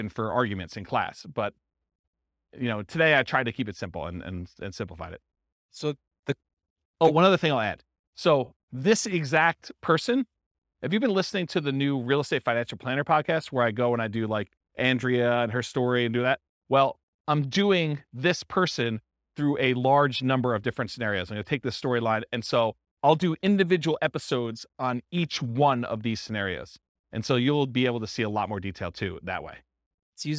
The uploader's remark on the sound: This was a live class recorded